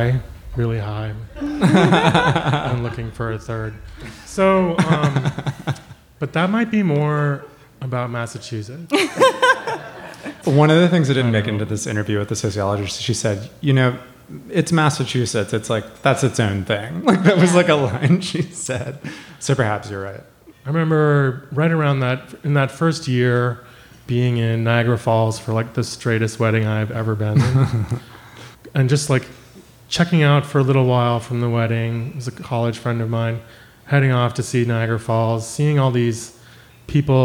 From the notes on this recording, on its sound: Hosted a live show in New York City’s Joe’s Pub.